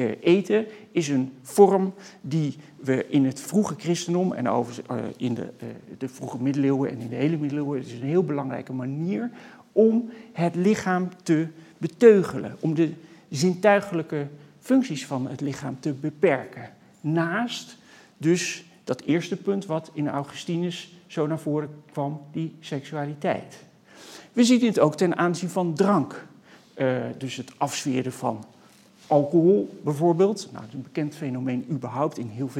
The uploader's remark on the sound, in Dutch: Bij tentoonstelling Body Language. Deze lezing is opgenomen in Museum Catharijneconvent op 20 oktober 2020.